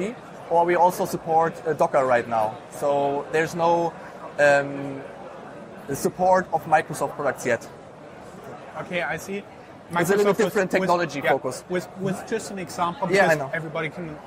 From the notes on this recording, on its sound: The video interview was recorded at the booth of Frankfurt Forward at Entrepreneur University in Wiesbaden, Germany.